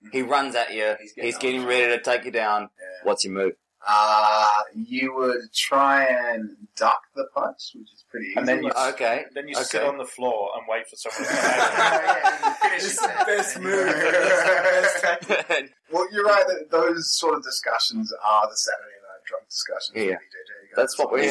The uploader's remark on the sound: Apologies for Poor Audio on this episode - we had a major failure